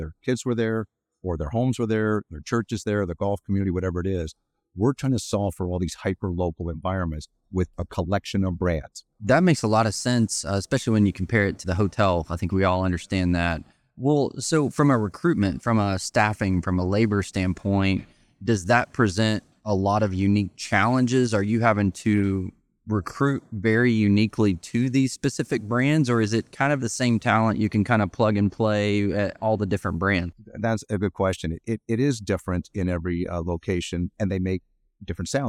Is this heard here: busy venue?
yes